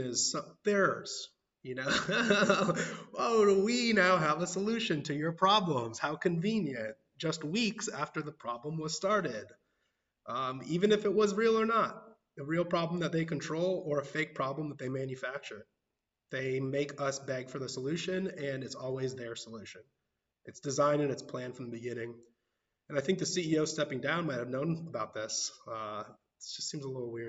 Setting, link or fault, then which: setting, large echoing room